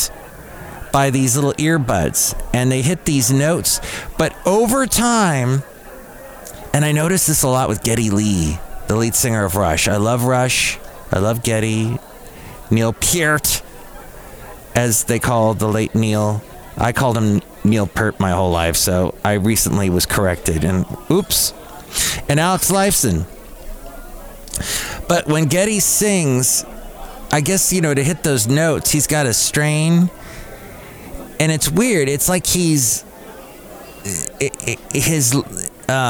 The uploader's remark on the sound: podcasts live from Café Anyway